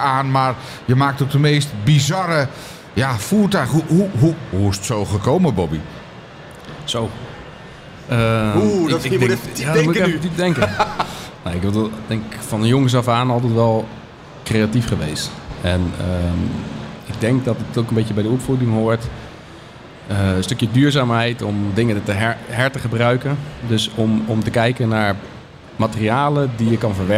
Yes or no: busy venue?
yes